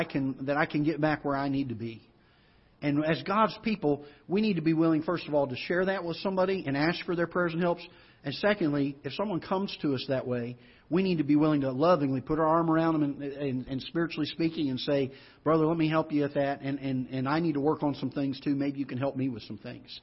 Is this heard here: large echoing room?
yes